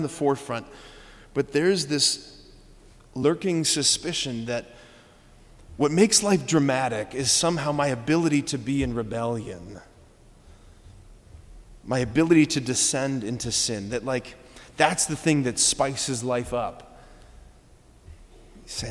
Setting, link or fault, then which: setting, large echoing room